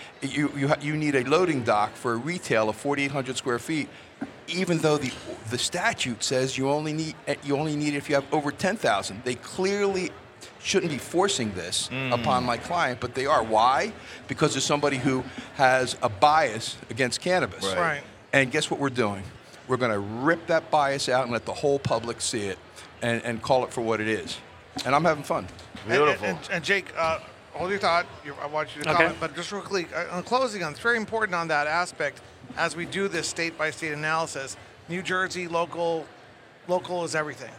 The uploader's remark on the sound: Recorded at MJBizCon 2023.